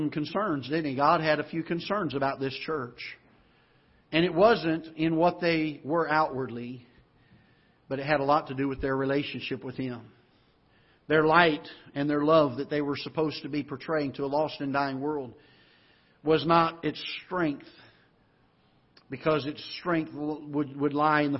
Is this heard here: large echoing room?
yes